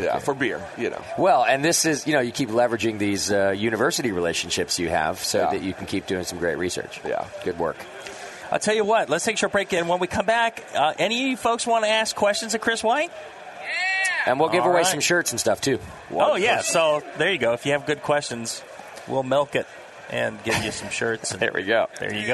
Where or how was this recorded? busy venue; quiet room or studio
busy venue